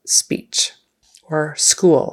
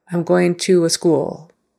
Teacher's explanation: There's no schwa sound in front of S blend words. · Shown in: first take